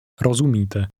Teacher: Notice again the rolling R which begins this word.